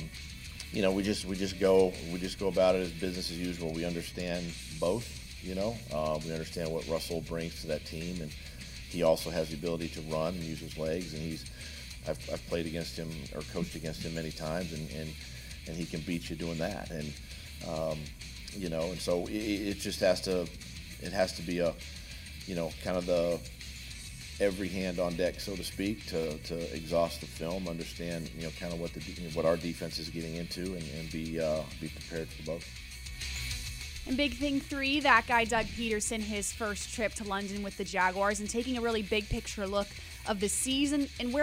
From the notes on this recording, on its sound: LIVE from TIAA Bank Field for Jags Drive Time